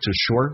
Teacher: to 不被强调可以直接弱化成一个 t 这个发音